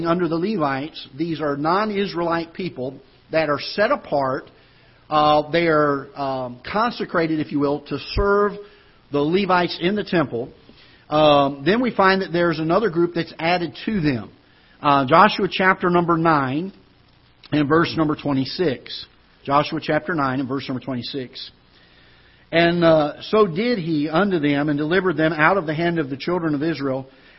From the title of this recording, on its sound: Ketha Heights Baptist Church ~ Live Broadcast